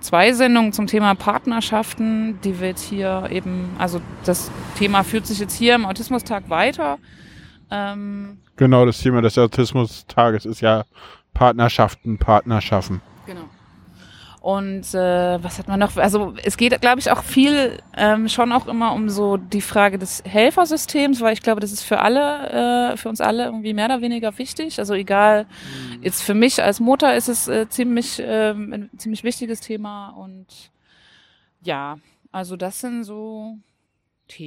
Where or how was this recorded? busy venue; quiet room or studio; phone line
busy venue